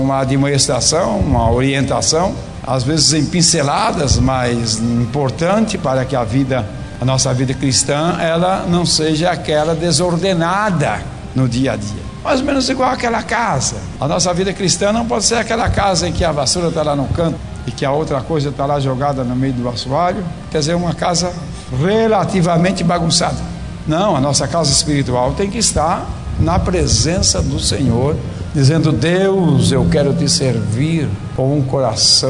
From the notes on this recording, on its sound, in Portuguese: Gravada em 2016 no Culto de Edificação Cristã na IEAD Joinville, SC.